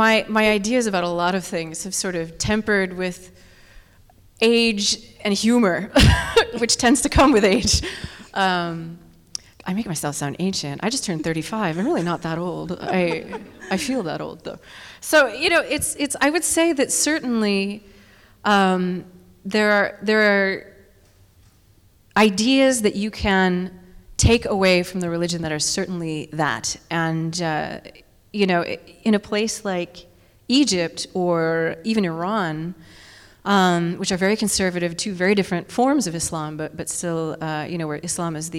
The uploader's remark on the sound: Took questions from the audience at The Langston Hughes Performing Arts Institute on October 23. Humanities Washington hosted the conversation.